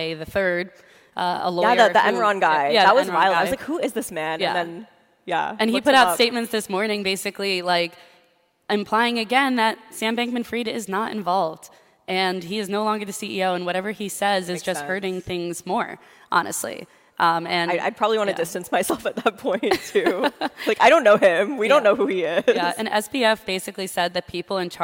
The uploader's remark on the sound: Live from TC Crypto. We tore up the script for our Thursday episode this week, which we recorded live on stage at our TechCrunch Crypto conference in Miami.